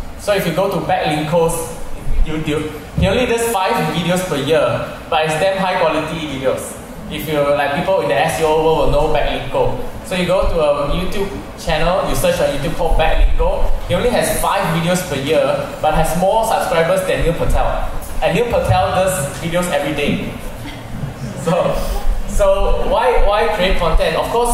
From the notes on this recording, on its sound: Here is a recording of my interview session at weGrowth Marketers meetup.